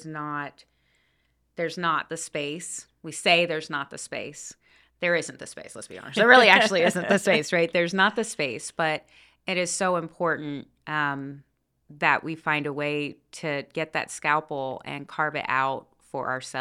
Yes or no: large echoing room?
no